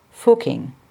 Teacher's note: it is pronounced with a closed U, as in put